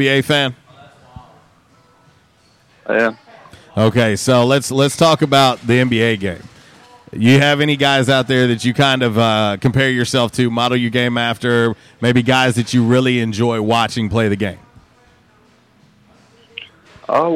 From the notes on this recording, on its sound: On the Back In Action Hotline LIVE from J'Town's Grill.